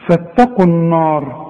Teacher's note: الراء هي المفخمة، لكن النون والالف بتاعتها المجاورة ليها مرققة